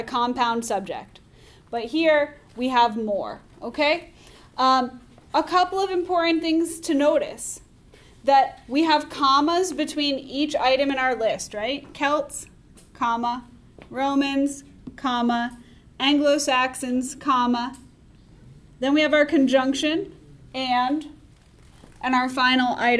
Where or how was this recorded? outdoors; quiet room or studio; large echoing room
large echoing room